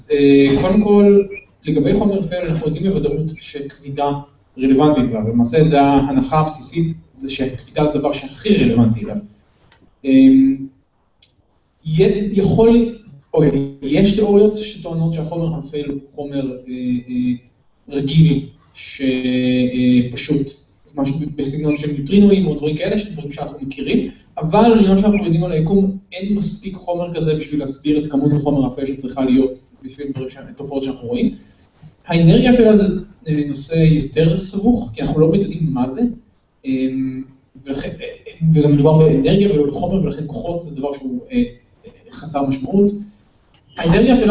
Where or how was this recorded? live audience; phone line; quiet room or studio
live audience